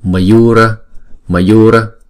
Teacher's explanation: chữ Yu này là hai nhịp, còn chữ Ma và chữ Ra là một nhịp